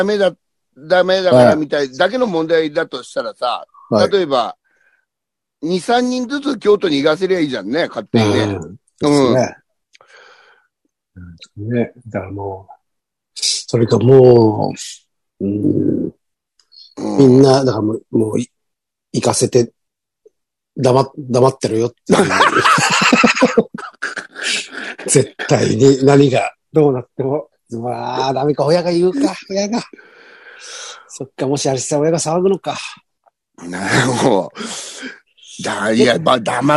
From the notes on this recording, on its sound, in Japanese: ZOOMで収録。